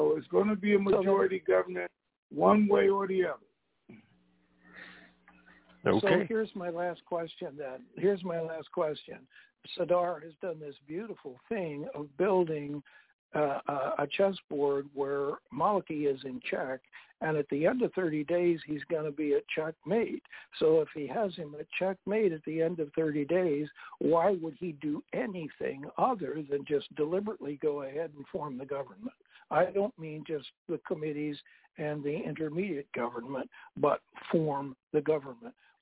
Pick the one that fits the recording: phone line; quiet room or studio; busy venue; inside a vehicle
phone line